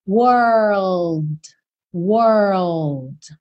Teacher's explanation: Então, você vai fazer were, were, olha como a minha língua levanta, were, e depois desse R feito, você, então, leva a pontinha da língua lá no céu da boca para fazer o L